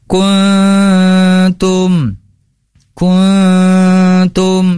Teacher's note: Nun sukun atau tanwin hukumnya ini termasuk ya, ikhfa, itu harus di ikhfakan nun sukunnya, itu disamarkan